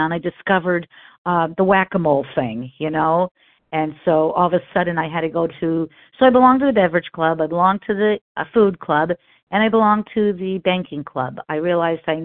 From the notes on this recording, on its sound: 100 Pounders Phone Meeting